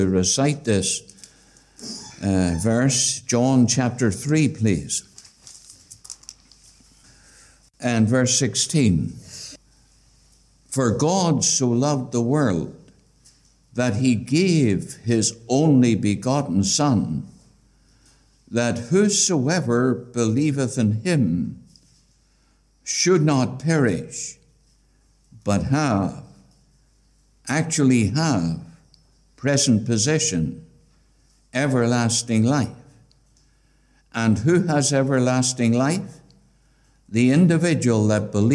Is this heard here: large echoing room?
yes